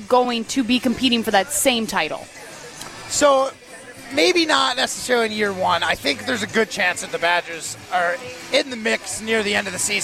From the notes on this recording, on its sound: live from Lake Windsor Country Club